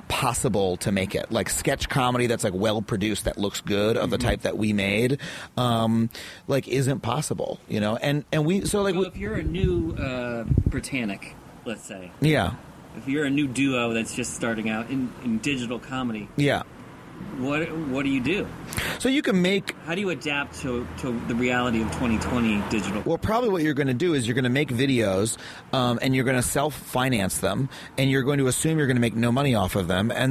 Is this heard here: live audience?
no